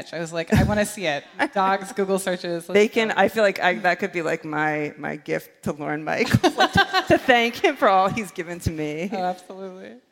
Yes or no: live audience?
yes